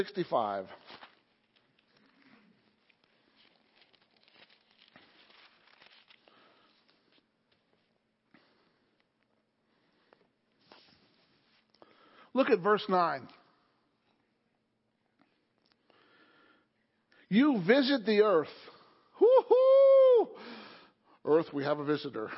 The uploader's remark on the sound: Wednesday Night Service